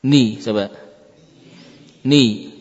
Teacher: sangat singkat gunnah pada nun yang berharokat.